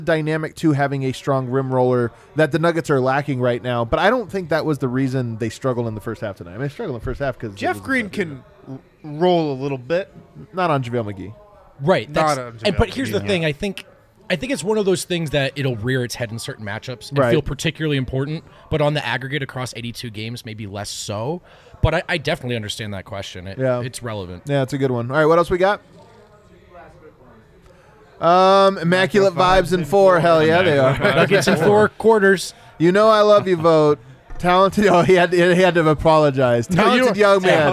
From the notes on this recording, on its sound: Break down the game live from the Winner's Lounge.